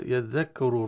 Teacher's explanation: يذكر راء مضمومة مفخمة